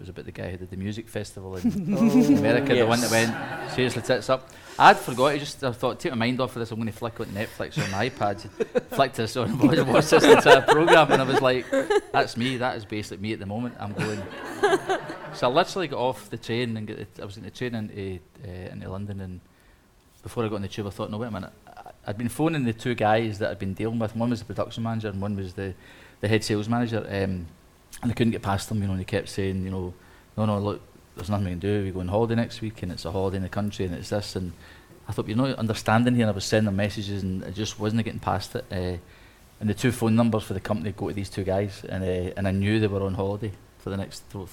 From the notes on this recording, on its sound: Live audience special. This episode is brought to you from the magnificent Charles Rennie Mackintosh-designed Billiard Room at the Willow in the heart of Glasgow.